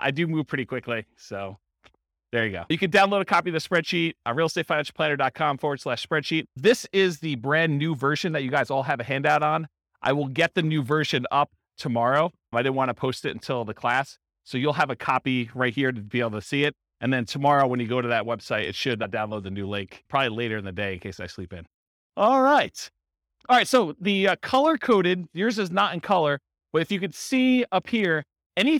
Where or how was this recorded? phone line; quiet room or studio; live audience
live audience